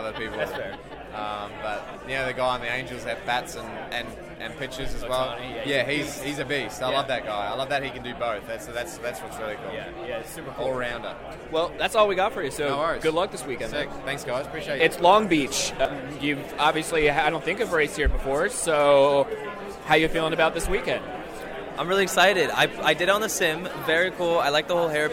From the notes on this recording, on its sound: Acura Grand Prix of Long Beach Media Bullpen. The media bullpen was RIGHT next to the track, so the audio is a bit rough at points.